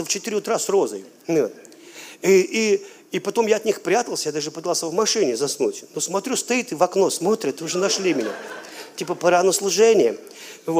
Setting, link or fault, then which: setting, live audience